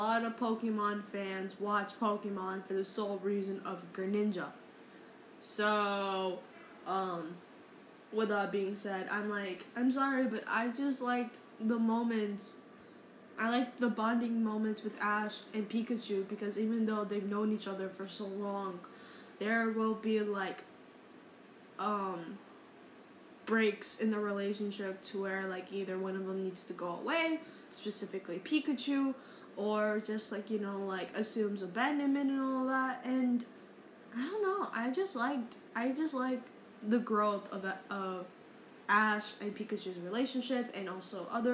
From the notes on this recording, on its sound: Sorry for the fan background noise